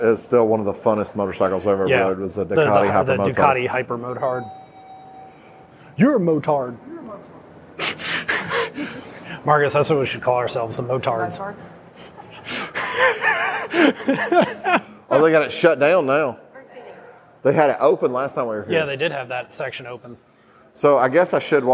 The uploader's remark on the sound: Live from Barber Motorsports Museum